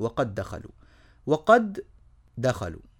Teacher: عندي دال ساكنة وبعدها دال متحركة أدغمهم على طول · Term: إدغاما صغيرا